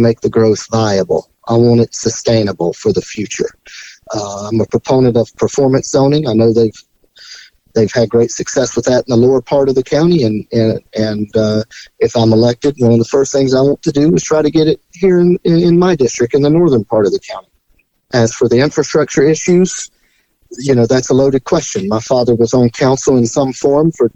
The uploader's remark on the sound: Phone interview.